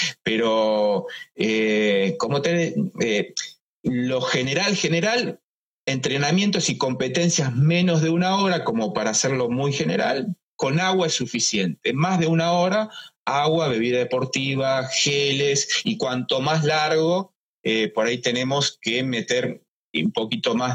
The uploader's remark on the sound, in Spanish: Charlamos en vivo por IGTV